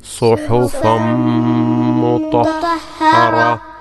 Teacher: ഒരു ചെറിയ ഒരു ഹ ഉച്ചരിച്ചുകൊണ്ട് അതിന് സുക്കൂൻ നൽകിക്കൊണ്ട് വഖഫ് ചെയ്യുക.